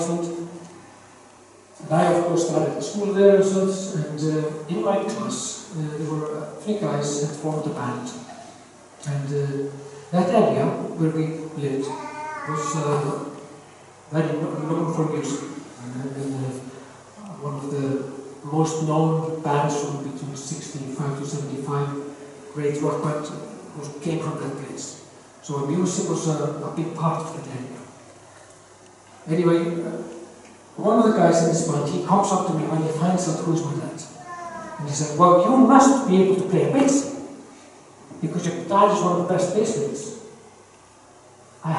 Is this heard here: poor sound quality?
yes